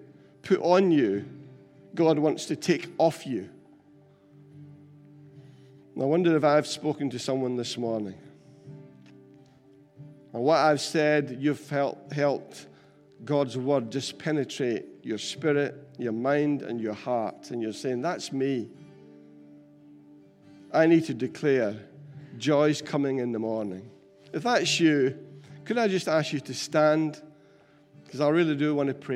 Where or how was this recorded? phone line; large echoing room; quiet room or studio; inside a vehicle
large echoing room